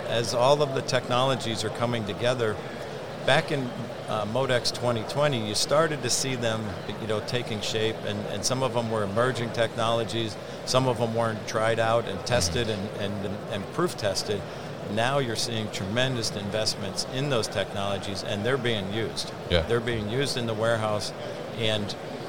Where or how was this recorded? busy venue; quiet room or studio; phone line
busy venue